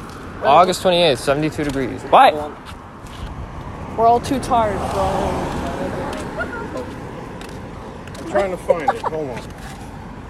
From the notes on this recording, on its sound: Walking around Lake George… at night.